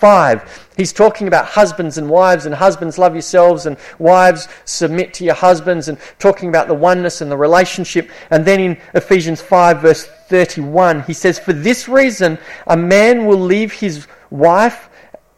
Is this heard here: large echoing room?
yes